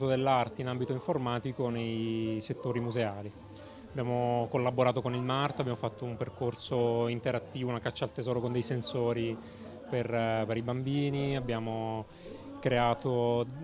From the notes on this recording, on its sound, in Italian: PUNTATA SPECIALE DAL FESTIVAL DELL'ECONOMIA 2018!